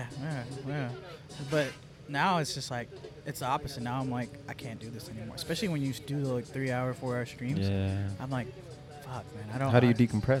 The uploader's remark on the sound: Recorded Live from The Footy Festival 2.0.